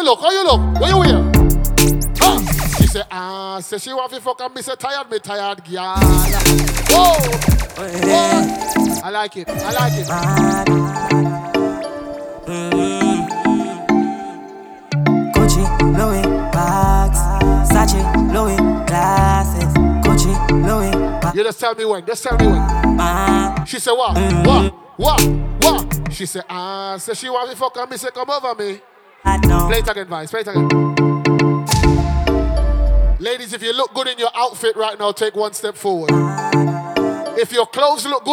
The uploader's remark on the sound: Live Set at 3WAY. Scala night club, London Uk.